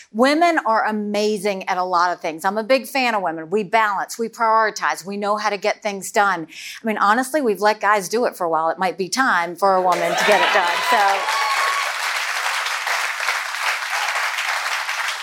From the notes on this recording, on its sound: Live CNN Republican Presidential Town Hall. From Iowa.